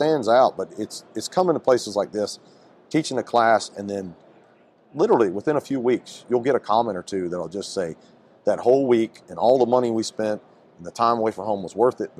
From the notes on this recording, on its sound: on location at Firehouse Expo in Columbus, Ohio